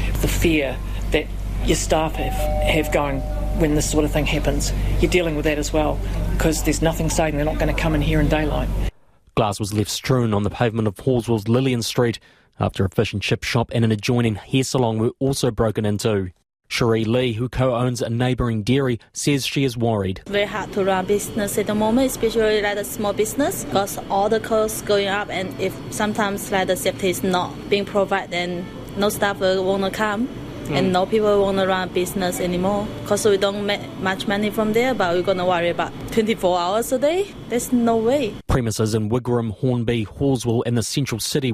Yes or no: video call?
no